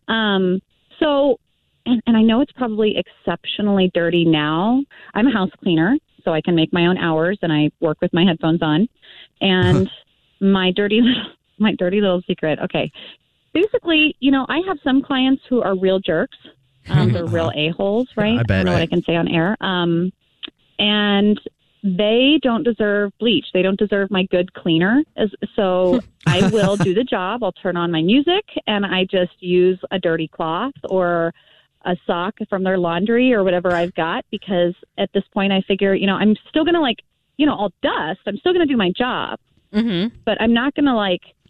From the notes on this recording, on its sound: called into The Jubal Show